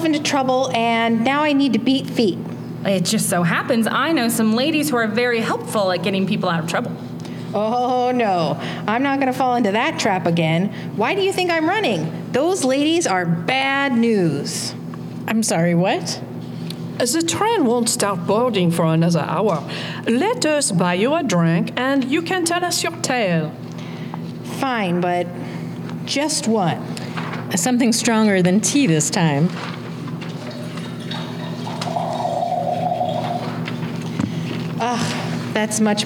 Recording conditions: live audience